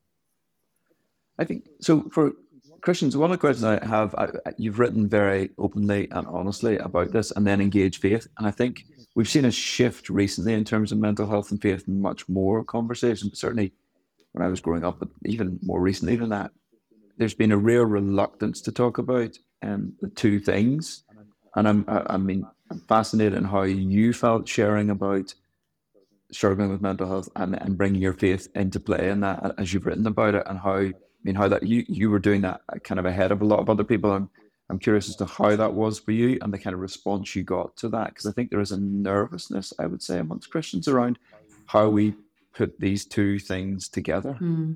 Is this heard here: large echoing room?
no